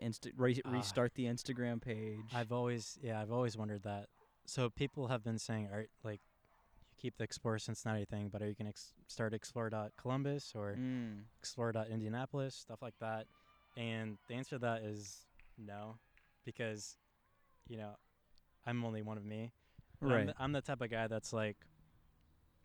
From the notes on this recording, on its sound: the background audio may have noise, as we recorded in a park.